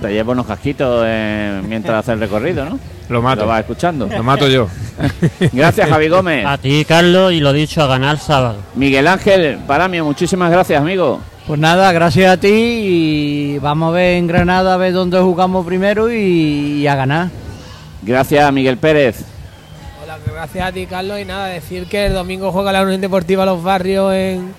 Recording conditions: busy venue